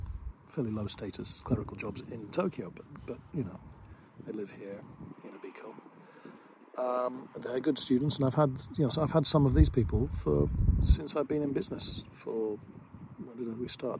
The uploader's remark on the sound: I'm in front of the lake as usual and just in the middle of a bike ride. I just thought i would make a recording where i don't disturb anybody at home or in the office or at the school.